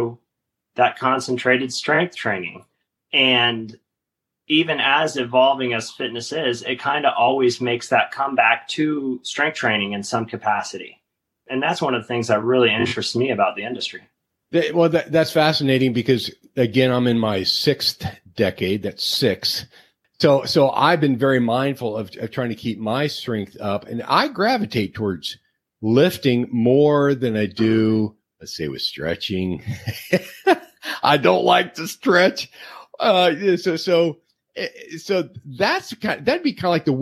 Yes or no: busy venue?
no